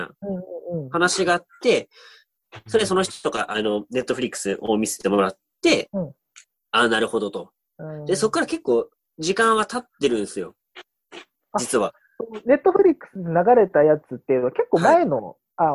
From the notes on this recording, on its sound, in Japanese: ZOOMにてコラボ収録をお送りします